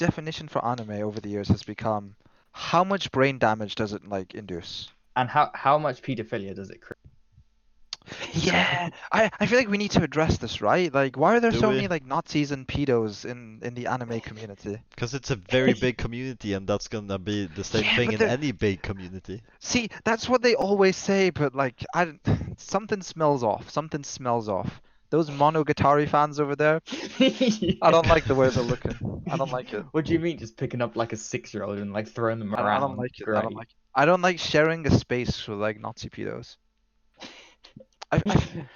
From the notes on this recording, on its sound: Scuffed mic-breathing in this pilot episode of The CBT Podcast.